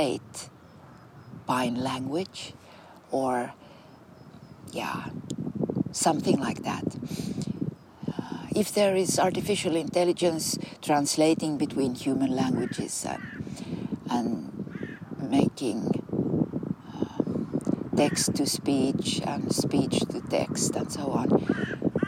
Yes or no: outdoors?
yes